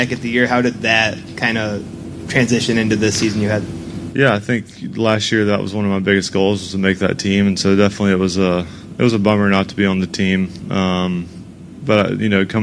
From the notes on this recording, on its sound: "LIVE" INTERVIEWS FROM THE SANDERSON FARMS CHAMPIONSHIP. The Sanderson Farms Championship in Jackson, Mississippi.